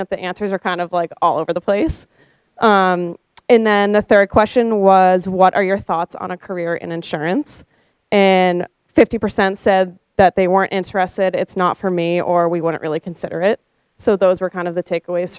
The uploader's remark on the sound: The interview took place at The Big Event hosted by MAIA in Boston in November 2019.